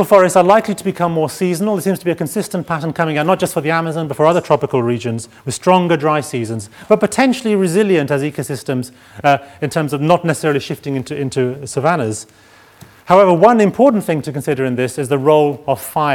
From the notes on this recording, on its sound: Keynote address from the fourth session (Ecosystems and ecosystem service) of the 4 Degrees international climate conference.